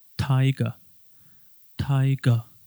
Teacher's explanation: el inglés británico es un non-rhotic accent que usa el schwa al final.